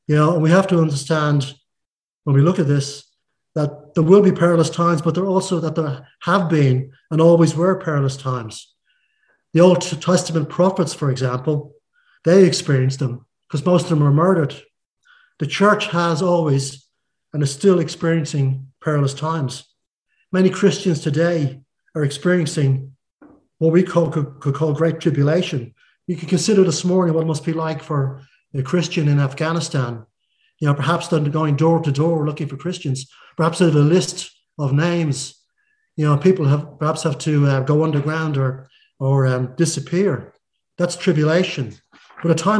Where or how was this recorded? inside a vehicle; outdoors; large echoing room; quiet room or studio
large echoing room